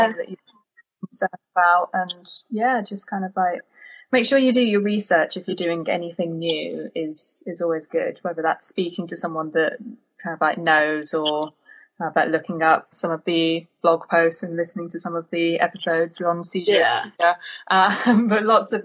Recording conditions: video call